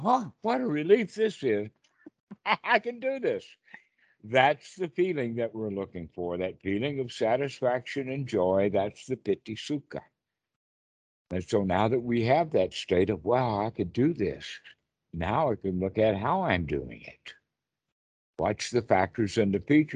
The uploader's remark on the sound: skype calls